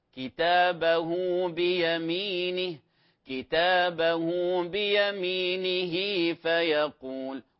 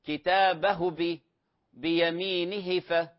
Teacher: فأما من أوتي كتابه، لاحظ كتابه أيضا فيها مد صلة في حال ضم، تمد حركتين · Shown in: first take